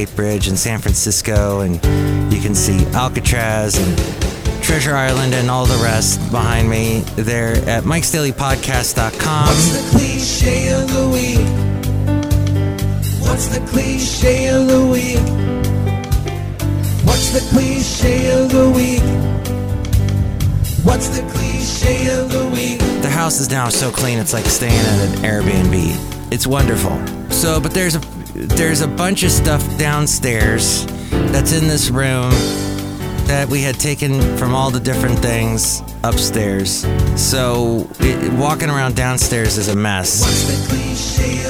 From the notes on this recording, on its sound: podcasts live from Café Anyway